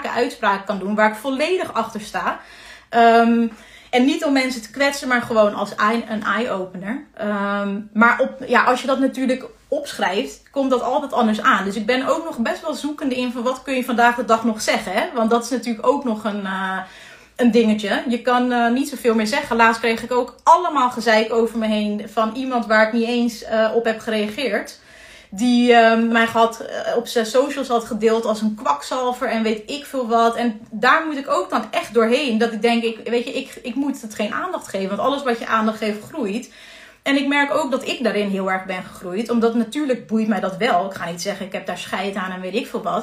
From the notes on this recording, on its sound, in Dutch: Deze maand neem ik iedere werkdag LIVE via Instagram een podcast op